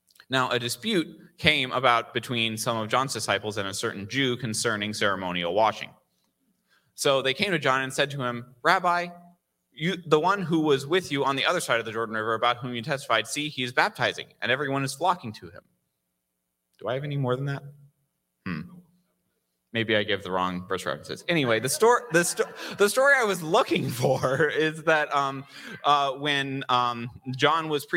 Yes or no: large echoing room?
yes